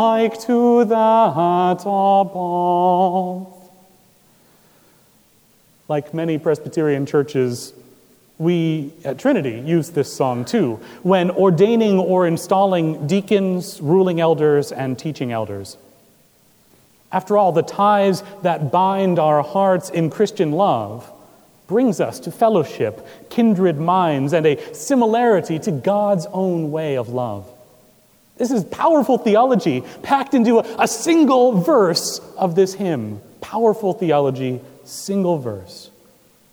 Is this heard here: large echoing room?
yes